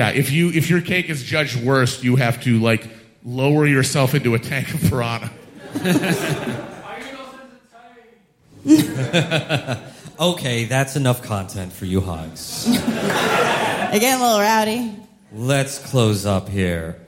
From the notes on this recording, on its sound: Live in London. Our live show from Dec. At Bush Hall, London.